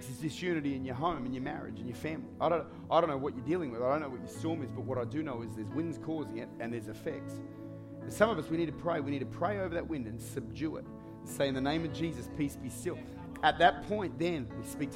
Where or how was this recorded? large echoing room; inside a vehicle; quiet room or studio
large echoing room